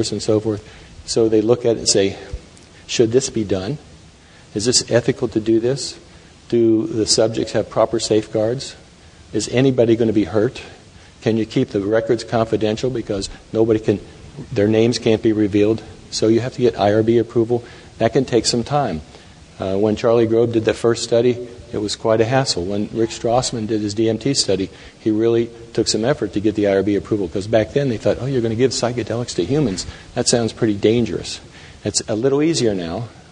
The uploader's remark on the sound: Taken from the Psychedelic Science '13 conference